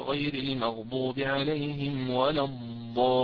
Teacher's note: الألف هذه مادة لأنه جاء بعدها حرف مشدد · Term: مدا لازما